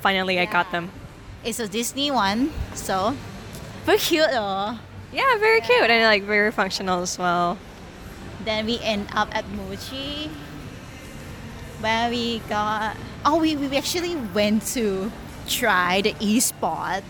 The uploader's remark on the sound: Live from BBQ table